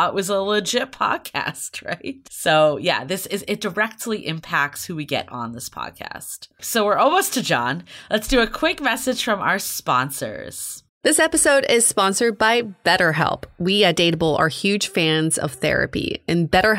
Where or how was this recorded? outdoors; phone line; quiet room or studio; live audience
quiet room or studio